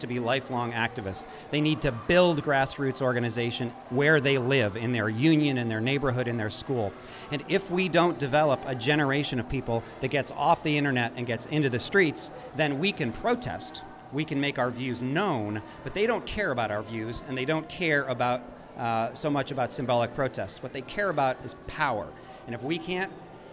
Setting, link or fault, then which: setting, outdoors